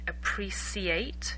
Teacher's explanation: In some countries, we say appreciate when the C is like an S.